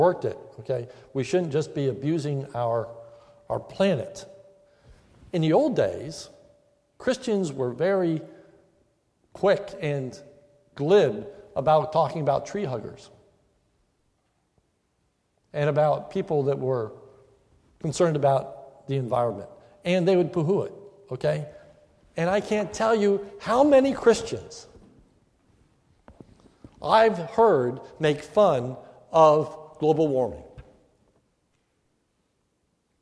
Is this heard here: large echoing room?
yes